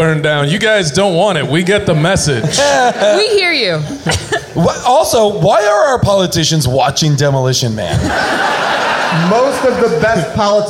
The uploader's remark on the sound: Recorded LIVE at SubCulture in New York